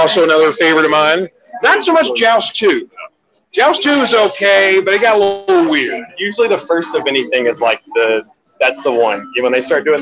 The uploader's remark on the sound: Live on Location at 3 Decade Arcade!